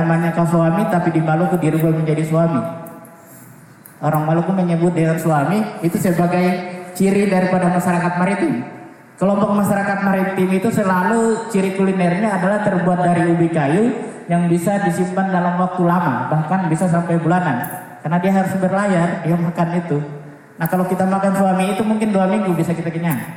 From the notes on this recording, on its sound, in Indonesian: kami menyajikan rekaman dari Simposium Makassar Biennale 2019 di hari pertama yang berlangsung pada 1 September 2019 di Ruang Teater Gedung Kesenian Sulsel Societeit de Harmonie